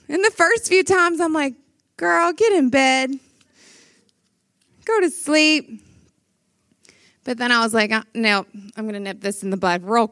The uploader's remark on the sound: Breakout Session, Flourish 2023